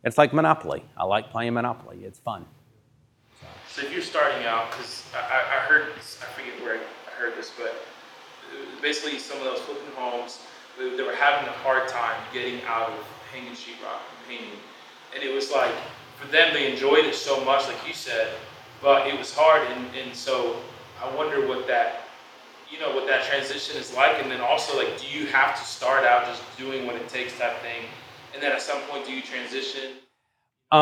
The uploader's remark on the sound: This episode is the fourth of a series of podcasts taken from a time of Q&A at Happy Home's first community meetup.